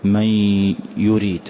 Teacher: أحذف النون تماما وأتي بغنة · Term: إدغام بغنة